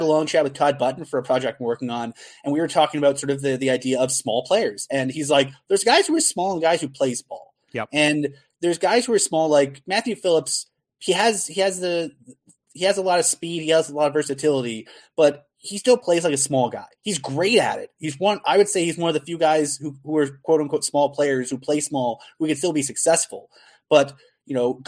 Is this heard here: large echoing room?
no